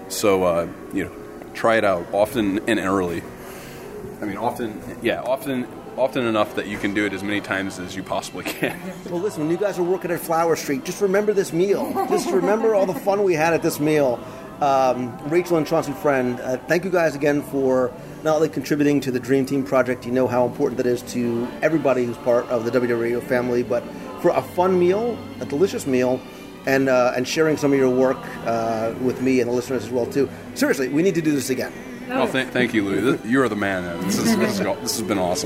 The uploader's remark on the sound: Tony's Town Square Live Restaurant Review. This week I invite you to join me (virtually) around the table for another live Walt Disney World dining review.